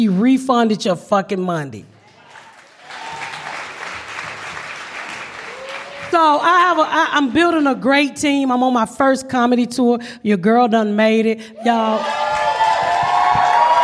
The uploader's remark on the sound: Live from The Second Annual Crack Baby Party